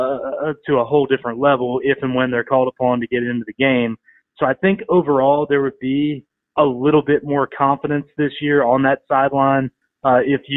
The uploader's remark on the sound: joined over the phone